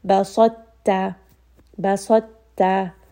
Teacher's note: sa is heavy and then ta is going to be light. · Term: idgham naqis